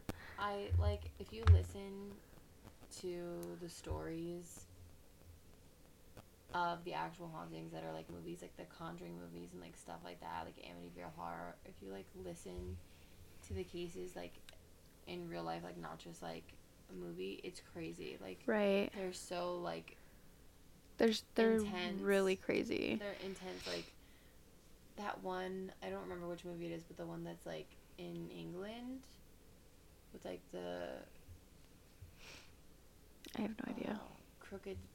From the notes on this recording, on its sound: We had “hella” audio problems but that’s ok.